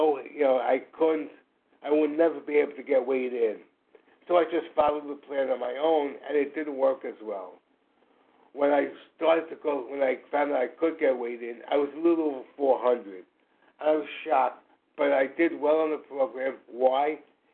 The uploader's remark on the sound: 100 Pounders Phone Meeting, 8/11/23